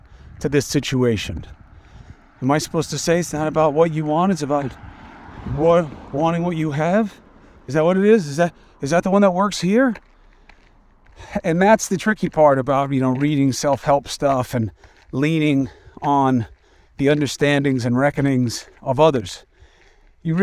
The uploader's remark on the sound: Walk and Talk